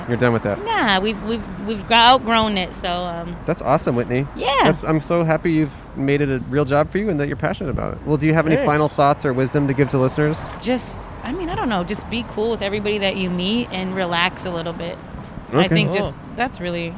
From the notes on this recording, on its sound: We recorded in front of iconic California institution In-N-Out. A lovely past guest who happened to walk by again. On Brand Blvd in Glendale.